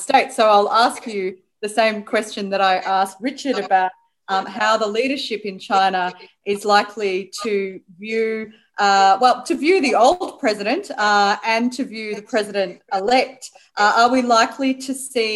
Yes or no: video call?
yes